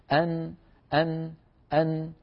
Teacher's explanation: أن من طرف اللسان الأمامي، طرف اللسان يقرع ما يحاذيه من غار الحنك ويصاحب ذلك غنة من الخيشوم · Term: النون الساكنة